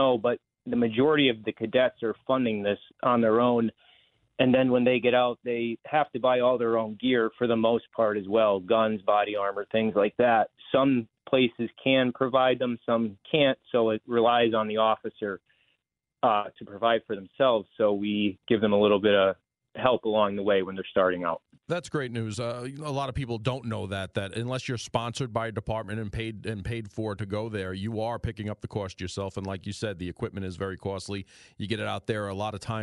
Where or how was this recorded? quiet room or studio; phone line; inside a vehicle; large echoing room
phone line